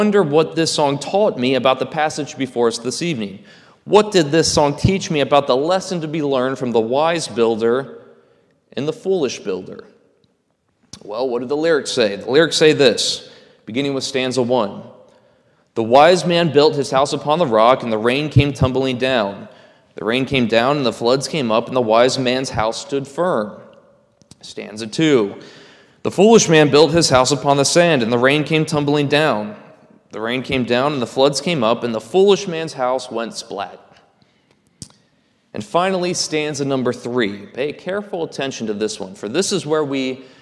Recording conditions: large echoing room